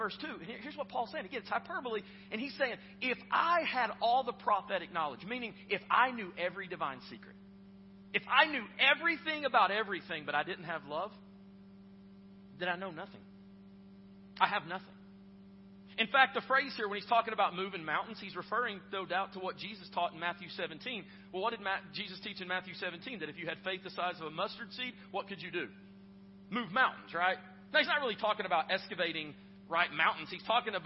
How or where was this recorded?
large echoing room